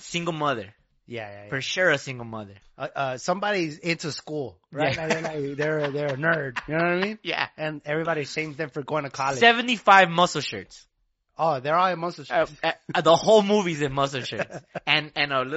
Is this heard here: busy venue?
no